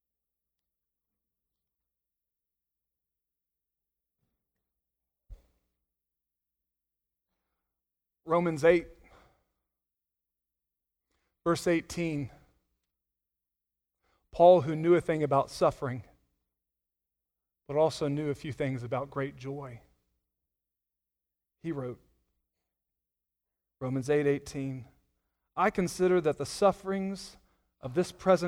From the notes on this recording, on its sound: Sunday Morning Sermon Audio